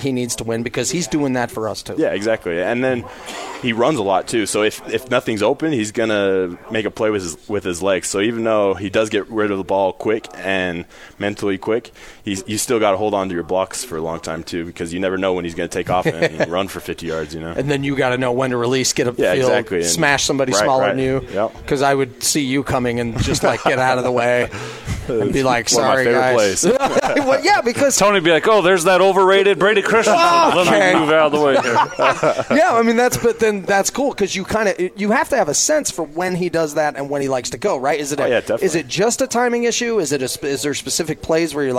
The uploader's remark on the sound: live from BYU Media Day